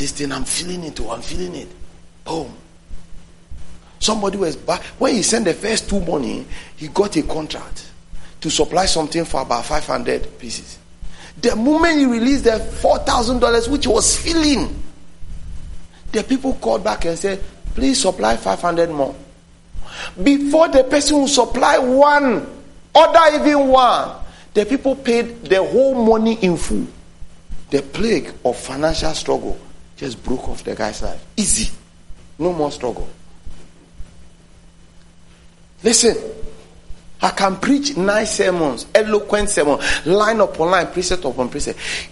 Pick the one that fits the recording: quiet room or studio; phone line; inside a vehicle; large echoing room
large echoing room